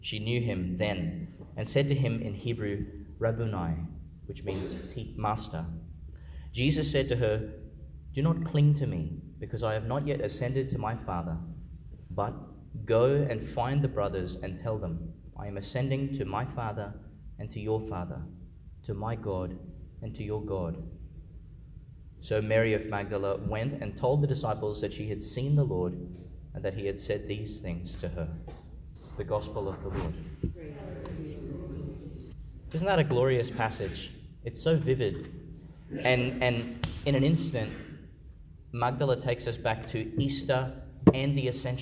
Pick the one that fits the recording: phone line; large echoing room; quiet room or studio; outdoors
large echoing room